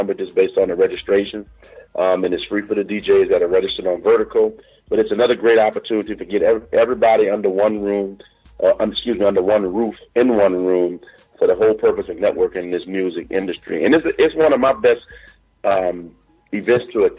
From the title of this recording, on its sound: The Music Industry Conference Call